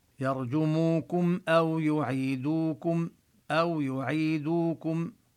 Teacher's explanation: الواو بأو هو حرف لين نبينه